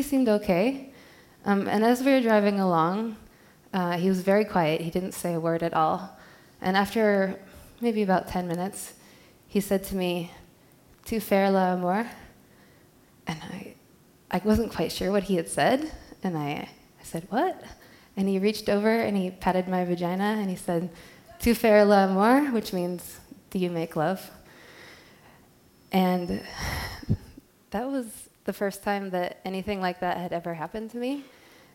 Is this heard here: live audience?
yes